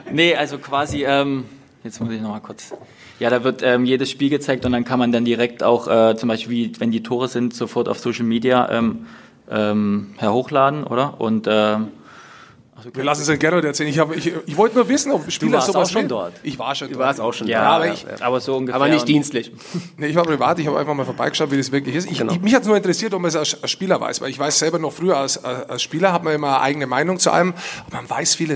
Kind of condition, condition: setting, busy venue